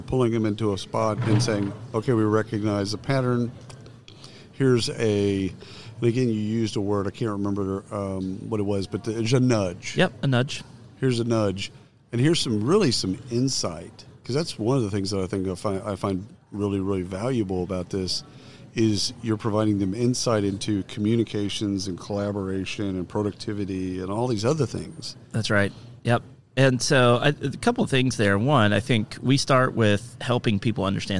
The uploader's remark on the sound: Live from SHRM 2022